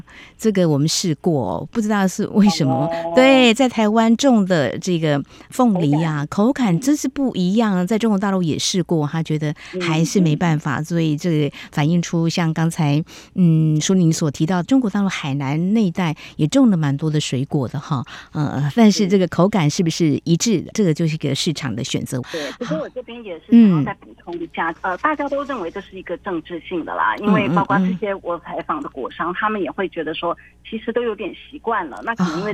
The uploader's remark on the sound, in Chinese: 連線訪問中央社駐上海記者